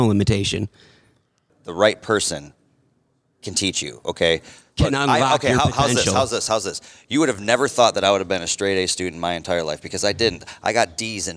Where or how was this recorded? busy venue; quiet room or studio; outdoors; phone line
busy venue